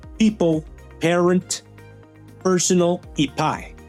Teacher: La P es bilabial. Se escucha al juntar tus dos labios